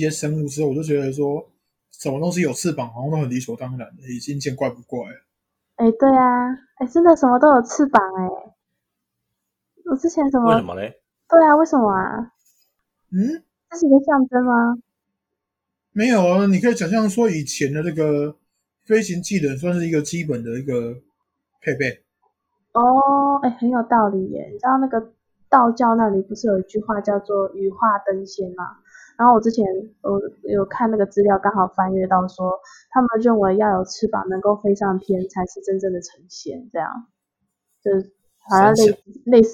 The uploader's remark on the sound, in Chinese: 換麥克風前的最後一集聲音可能還是有點不及格 請大家見諒。我們會持續慢慢改善錄音品質的。